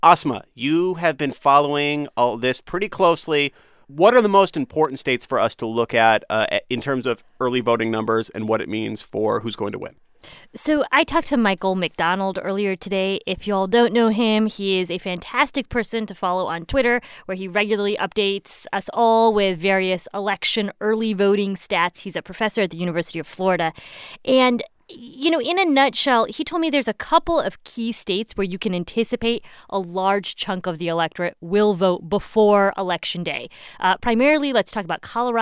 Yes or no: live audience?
no